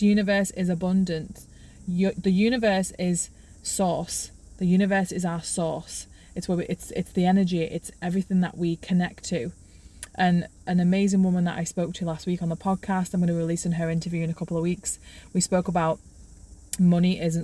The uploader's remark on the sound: I am allowing presence into this episode as I share it from my car.